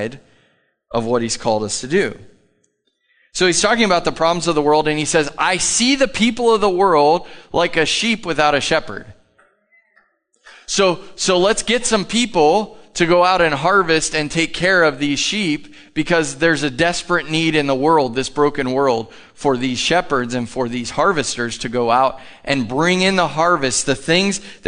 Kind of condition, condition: setting, large echoing room